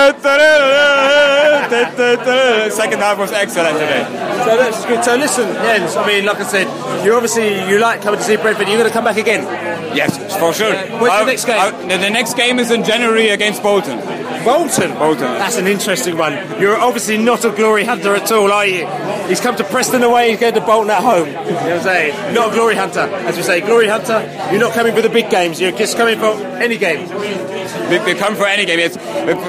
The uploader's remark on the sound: Post-Match Podcast from the pub.